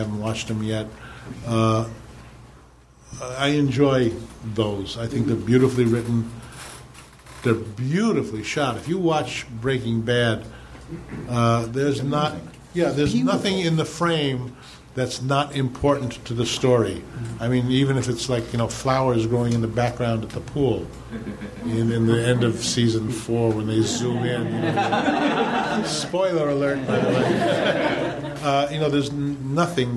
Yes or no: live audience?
yes